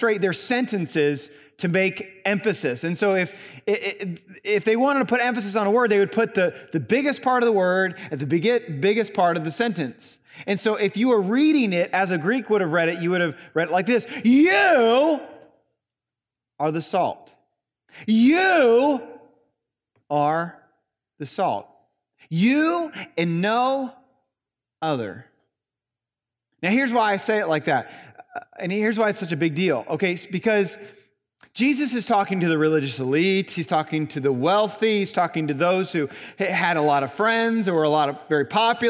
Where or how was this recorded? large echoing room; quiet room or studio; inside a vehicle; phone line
large echoing room